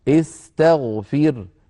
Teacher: الحالة الثانية أن يكون الحرف الثالث مفتوحا نحو استغفر، فهنا الحرف الثالث هو التاء استا، فالحرف الثالث مفتوح لذلك نكسر همزة الوصل فنقول استغفر